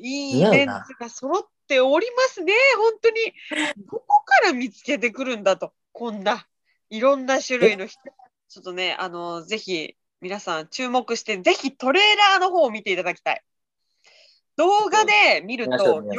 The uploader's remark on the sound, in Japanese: zoomでラジオ！